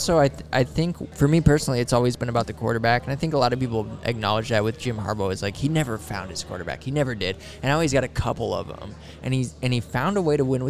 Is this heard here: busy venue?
yes